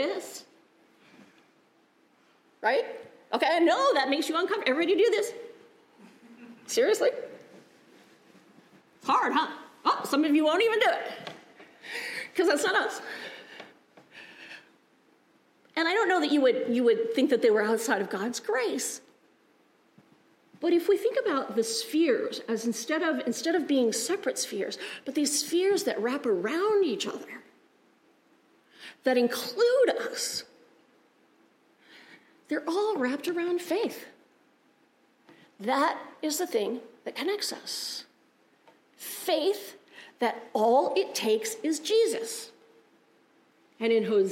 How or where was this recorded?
large echoing room